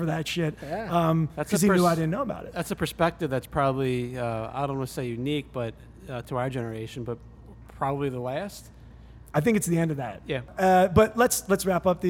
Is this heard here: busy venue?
yes